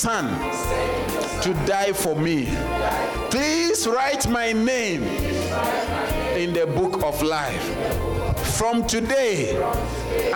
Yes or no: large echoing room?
yes